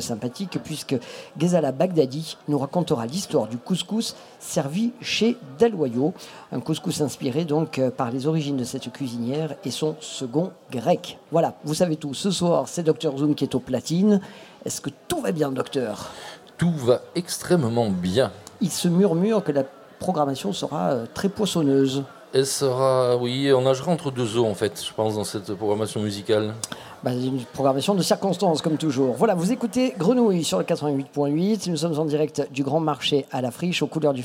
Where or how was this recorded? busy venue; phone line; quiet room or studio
busy venue